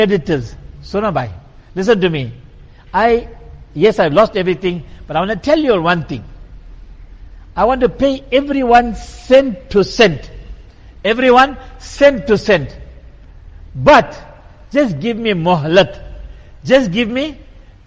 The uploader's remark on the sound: Jumuah lecture at Masjid e Quwwatul Islam